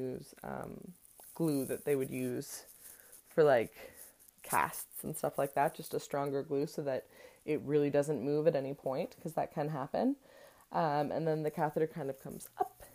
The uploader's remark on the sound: there is some extras noises in the audio today!